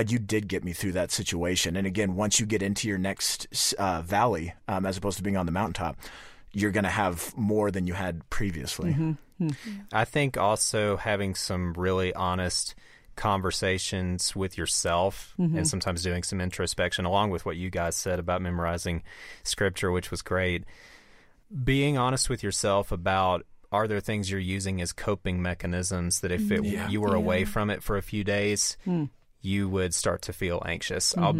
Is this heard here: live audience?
no